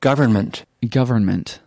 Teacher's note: You can hardly hear the N.